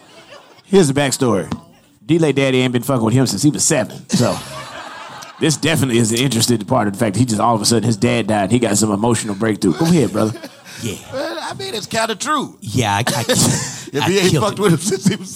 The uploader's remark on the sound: LIVE in Dallas